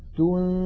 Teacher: ننتقل من التاء إلى مخرج الذال ولكن لا ننطق ذالا بل ننطق من الأنف غنة · Term: إخفاء